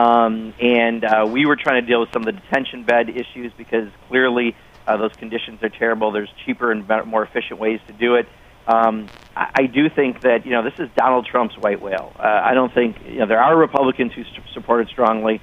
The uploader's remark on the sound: answers listener phone calls